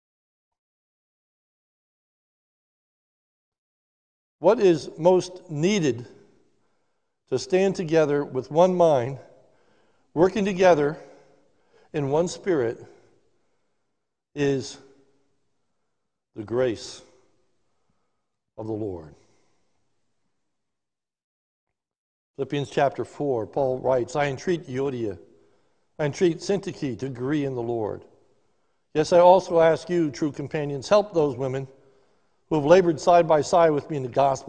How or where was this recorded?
large echoing room